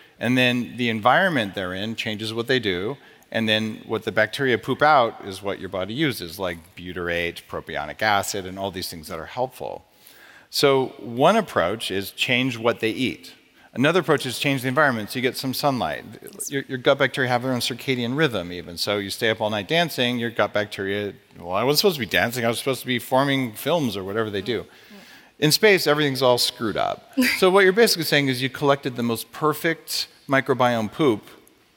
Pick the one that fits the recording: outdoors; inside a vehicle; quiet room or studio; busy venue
busy venue